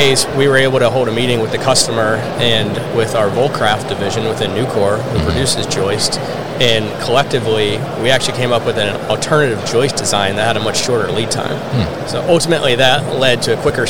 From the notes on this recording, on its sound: Hannibal Industries at MODEX 2022